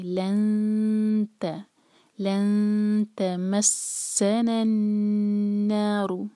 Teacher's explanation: نون کی آواز کو منہ میں رکھیں گے دو سیکنڈز کے لیے · Term: غنہ